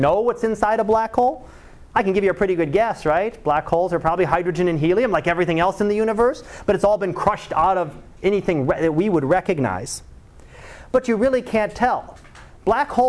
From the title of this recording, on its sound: Live Class Lecture